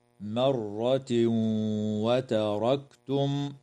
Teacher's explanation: ويدغم التنوين في الواو مع الغنة في قوله تعالى مرة وتركتم